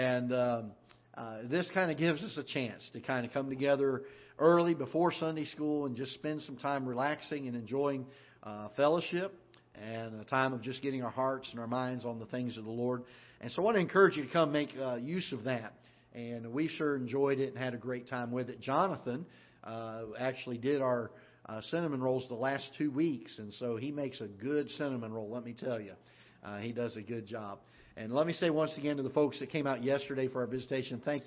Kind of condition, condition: setting, large echoing room